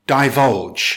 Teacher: It's pronounced divulge with stress on the second syllable